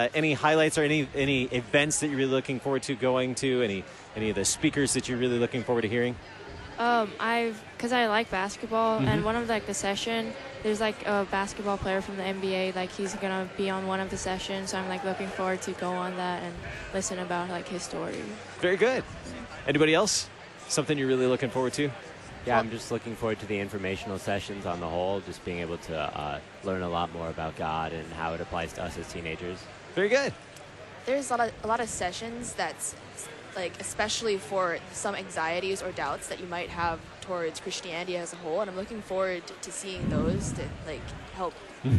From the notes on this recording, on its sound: Live from the 2019 LCMS National Youth Gathering